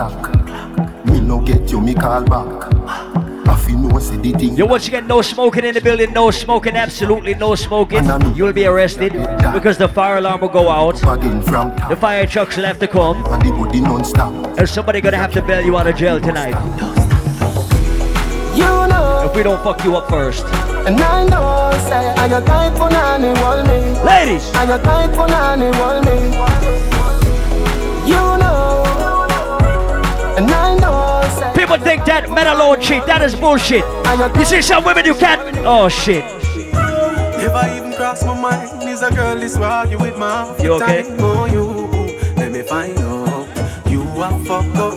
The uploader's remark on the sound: LIVE AT ISLAND SATURDAYS. Live party audio featuring 100% Dancehall, Reggae and Soca.